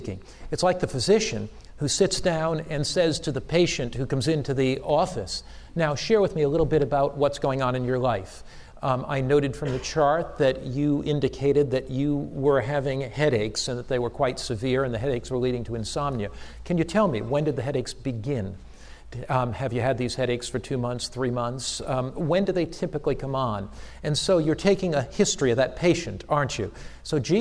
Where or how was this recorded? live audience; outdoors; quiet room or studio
live audience